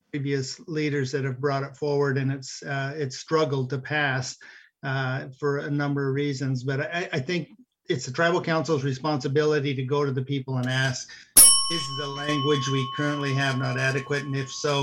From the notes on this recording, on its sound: Audio from Zoom Forum